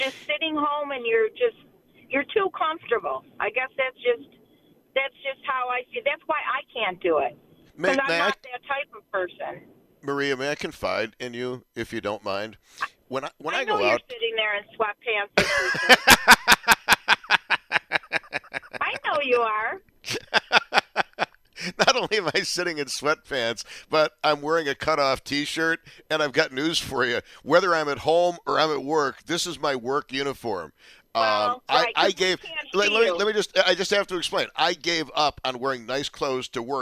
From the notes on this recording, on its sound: takes your phone calls